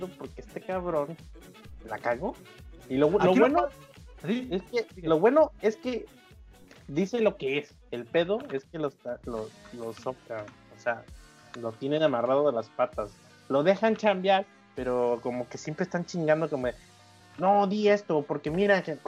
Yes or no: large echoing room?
no